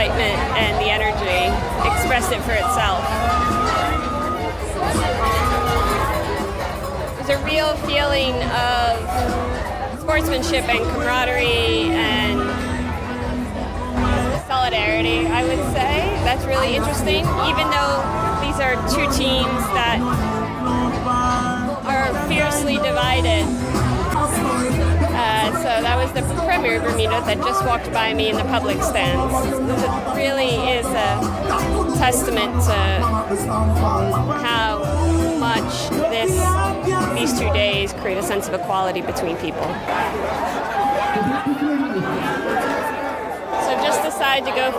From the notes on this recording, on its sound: LIVE at Cupmatch in Bermuda. I bring you live to the colourful event that is cupmatch - Bermuda's biggest holiday and annual cricket match between teams at either end of the island.